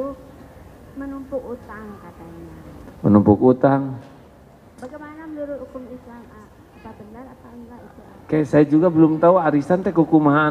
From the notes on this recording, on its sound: live dari Masjid TSM Bandung